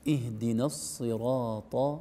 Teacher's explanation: حرف الصاد حرف يخرج بضخامة وفخامة، لأنه حرف مستعلي، يعني اللسان عند النطق به يرتفع إلى أعلى الفم. الصاد والضاد والطاء والظاء هذه حروف قوية تسمى حروف فخامة ومطبقة، يعني معظم اللسان يكون في أعلى الفم عند سقف الفم.